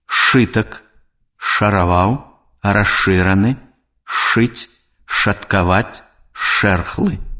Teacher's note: Свісцячы зычны «с» перад зычнымі «ш», «ч» вымаўляецца як «ш».